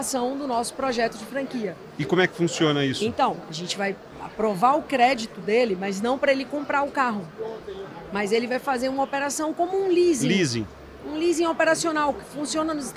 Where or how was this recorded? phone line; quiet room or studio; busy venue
busy venue